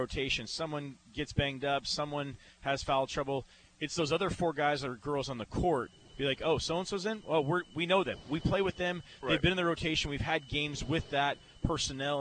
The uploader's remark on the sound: Live from Joe Richer Court at Everett High School